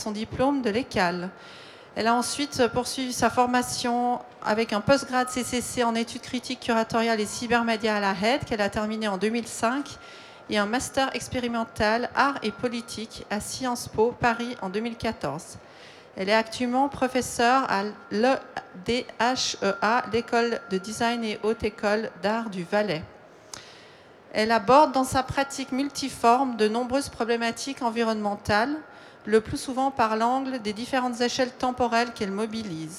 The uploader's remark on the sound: Live round tables that took place in the art fair artgenève in early March 2022. This episode is part of a series of four live round tables that took place in the art fair artgenève in early March 2022. They took place in French.